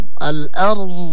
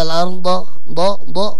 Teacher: ولابد من الاستطالة هكذا. الأرض ولا نقلقل الضاد إذا وقفنا عليه · Shown in: first take